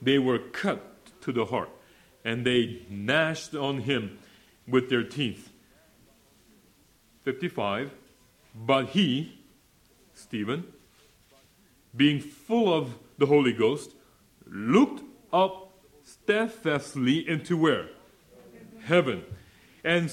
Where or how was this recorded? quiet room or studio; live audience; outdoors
live audience